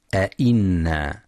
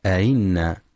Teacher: ينتبه القارئ برواية حفص لتحقيق الهمزات في كلمة أئنا، فلا يقرأ بالتسهيل أئنا · Shown in: first take